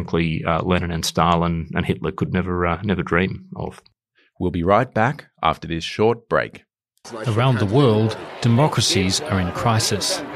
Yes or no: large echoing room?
no